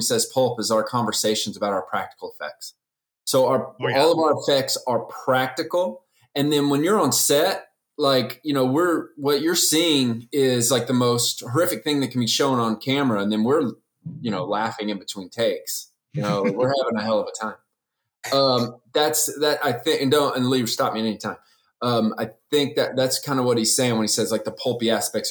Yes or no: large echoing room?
no